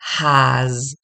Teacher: La H no es muda como en español, sí se pronuncia y tiene el sonido j, j, como Juan, como Jamaica, es el j y tengo que escucharlo.